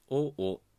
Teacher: おおとなってるので、高い低いのパターンになってるんですね